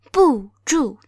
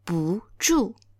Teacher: If after 不, the character that means do not, not, when it's followed by a fourth tone, then our 不, which is a fourth tone by default, becomes a second tone · Shown in: second take · So instead of saying 不住, now it becomes 不住.